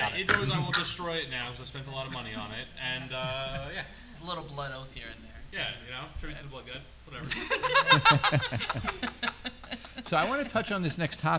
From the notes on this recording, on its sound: This episode is a panel discussion. We had a live studio audience at the Sachem Public Library.